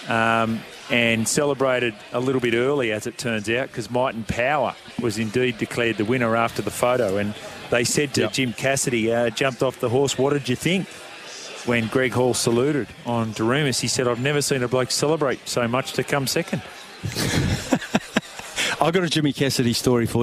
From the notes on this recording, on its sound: LIVE from the Fox in Auckland for Melbourne Cup Day